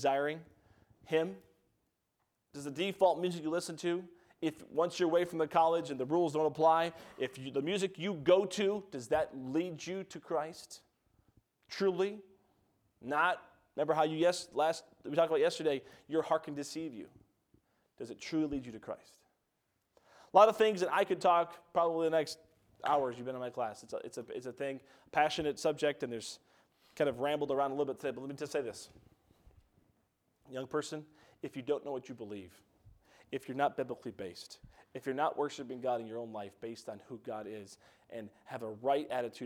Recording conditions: large echoing room